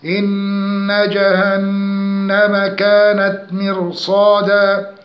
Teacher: النون المشددة بغنة مقدار حركتين